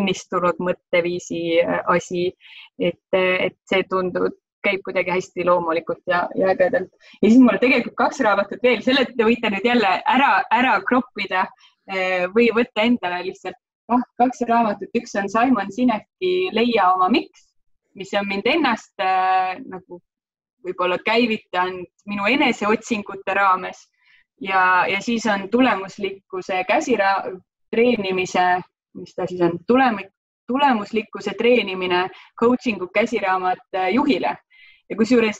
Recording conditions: video call